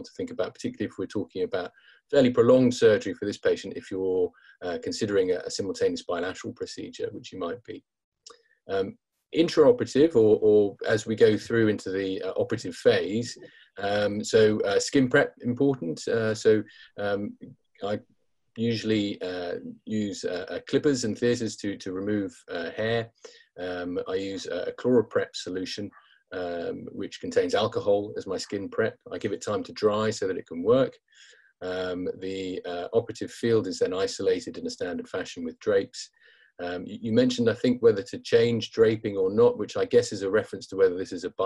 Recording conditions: video call